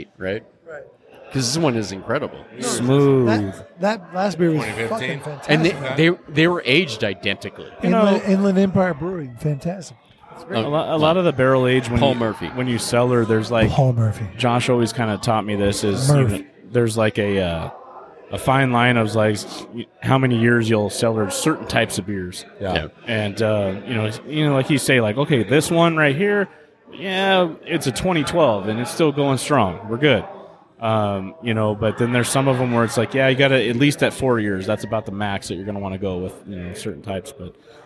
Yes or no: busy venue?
yes